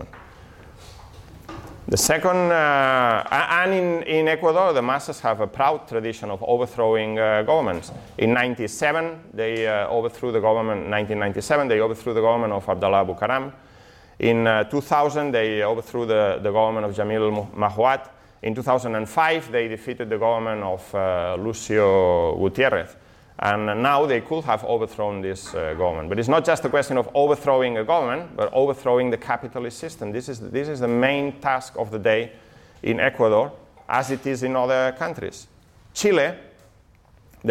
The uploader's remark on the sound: this talk from Revolution Festival 2019